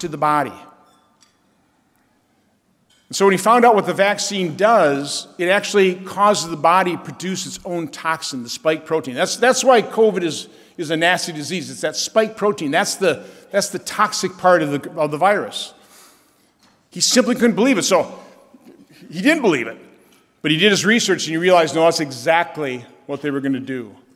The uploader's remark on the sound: At Heartland Institute Conference. Speaks at The Heartland Institute’s 15th International Conference on Climate Change (ICCC15).